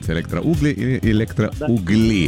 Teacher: если что, ударение на «у» — электроугли